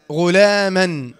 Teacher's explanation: ميم فتحة ألف مد عوض حركتان عند الوقف